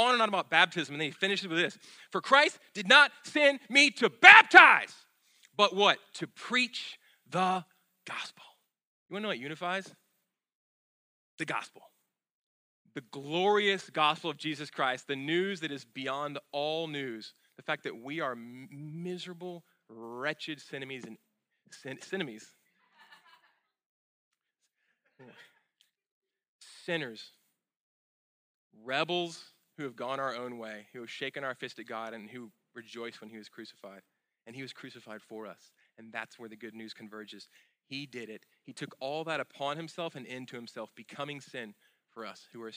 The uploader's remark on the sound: at Sojourn Galleria Church on Sunday, April 8, 2018